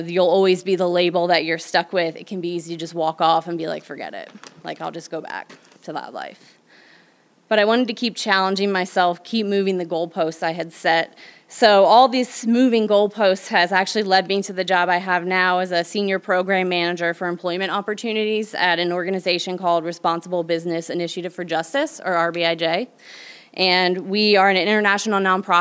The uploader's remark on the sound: Our debut episode was recorded June 2022 at the Tattered Cover Bookstore in Denver.